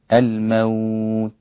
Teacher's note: وتهمس التاء همسا لطيفا دون أن تقترب أو تحرك الأحبال الصوتية